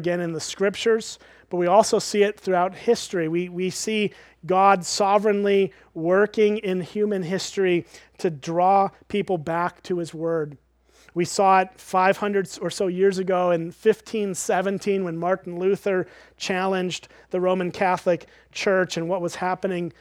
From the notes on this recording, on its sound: at Springbrook Church in Antigo, WI